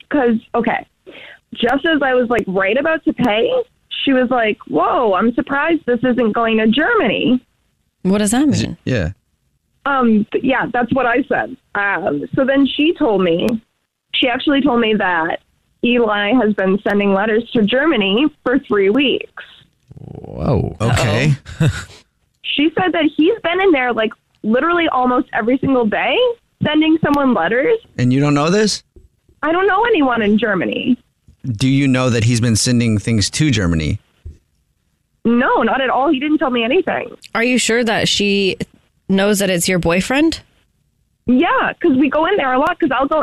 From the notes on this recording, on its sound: War of the Roses is when someone calls The Jubal Show because they think that their partner is cheating so we call them offering services in order to catch them cheating. On the phone today.